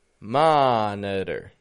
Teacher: we're using some secondary stress on the der, on the flap T with the R.